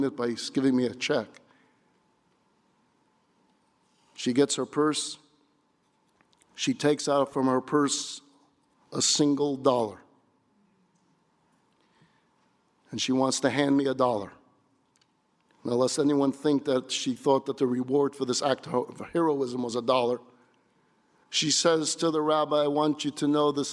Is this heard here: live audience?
yes